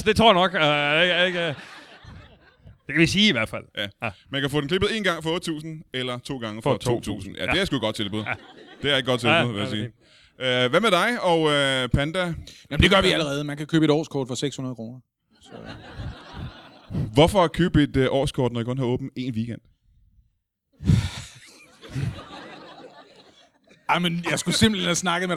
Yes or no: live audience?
yes